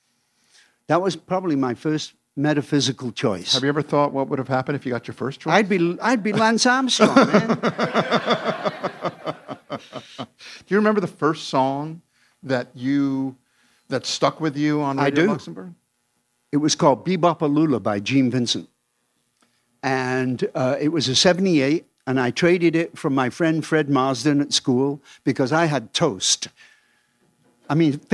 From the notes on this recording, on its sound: This episode was recorded in front of a live audience at Atlantic Records.